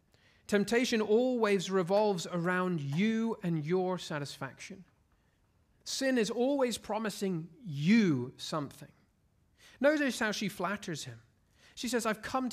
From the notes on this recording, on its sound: at Covenant Hope Church in Dubai, UAE